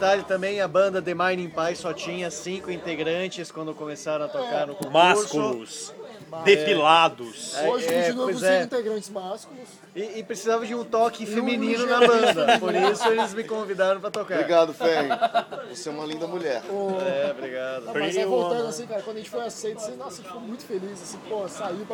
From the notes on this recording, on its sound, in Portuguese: Este episódio foi gravado na mesa do bar